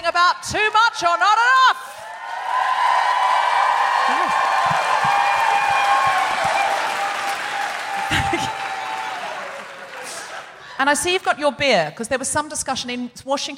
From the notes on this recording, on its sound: Recorded 20 January 2020 at The Neptune Theater in Seattle.